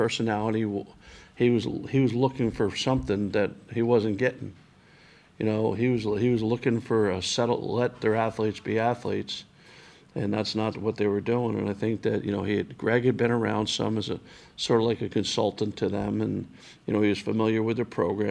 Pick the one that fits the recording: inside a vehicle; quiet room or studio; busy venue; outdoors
busy venue